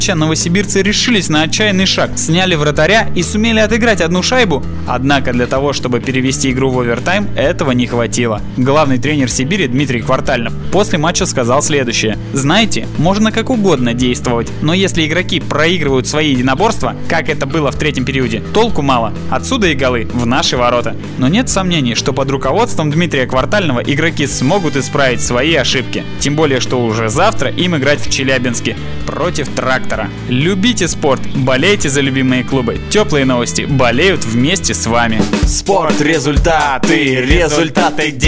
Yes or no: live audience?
no